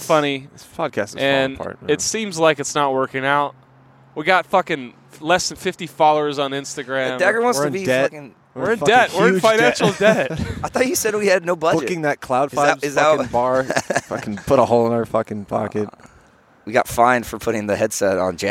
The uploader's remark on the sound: Live from another Greenfields bench